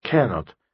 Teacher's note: Пишется вместе, произносится вместе, с ударением на первом слоге